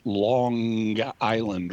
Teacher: That's what's known as, in Greek, it's called a gamma nasal, but it's a nasalization of the ñ sound, which we do automatically in English before a G